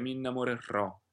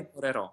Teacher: quindi c'è una piccola fermata sulla N, un'interruzione sulla N. · Shown in: second take · Enjoy la N, si può cantare la N con tanta, con piuttosto lunga, m'innamorerò. · Term: doppia consonante